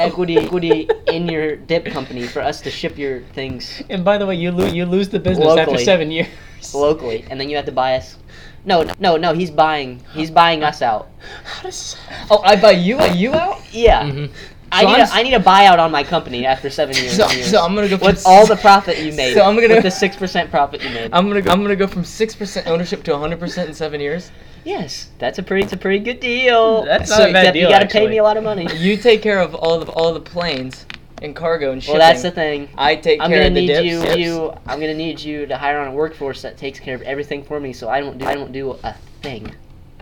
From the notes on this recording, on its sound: We sound like we're on helium.